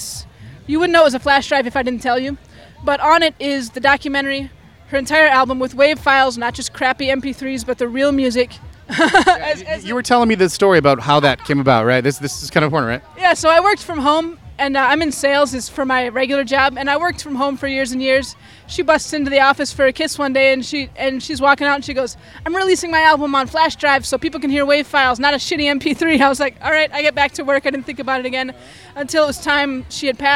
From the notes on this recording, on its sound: On-location at the 2018 Twin Cities Pride Festival